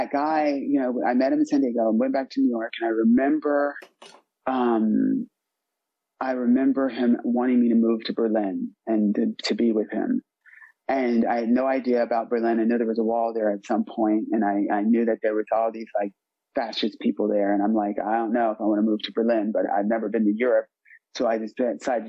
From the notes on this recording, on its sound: This is a meeting of the North Oakland AA Open speaker meeting held in Oakland California and its one from 2021, during the pandemic so its a zoom this time.